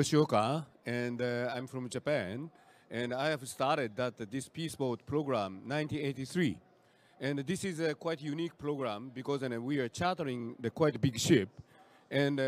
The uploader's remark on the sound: Earth Day Live From COP26.